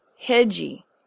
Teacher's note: Not only does the student pronounce the extra syllable, but they change the whole sound of the consonant. The D sound becomes a J sound